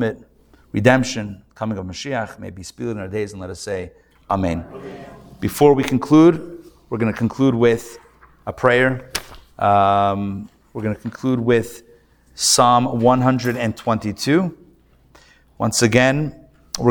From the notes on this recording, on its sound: Recorded Live at The Torah Center ATL on Thursday, October 12, 2023